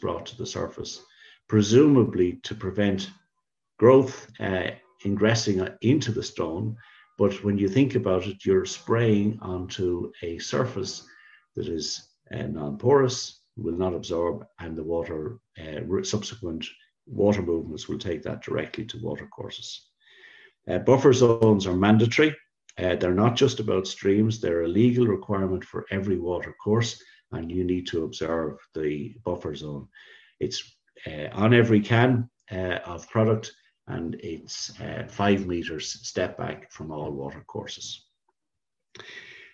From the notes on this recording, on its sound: Podcast version of the Signpost Series webinar. The webinar was followed by a Q&A session.